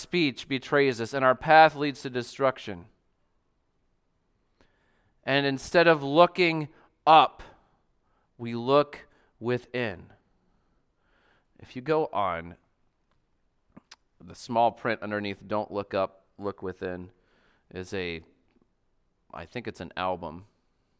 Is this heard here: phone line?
no